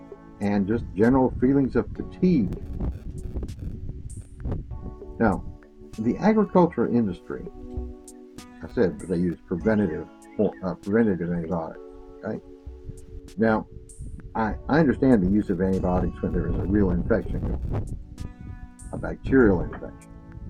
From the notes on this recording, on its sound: I apologize for the quality of the recording, but I recorded it outside in our summer shelter gazebo, and there was some wind noise.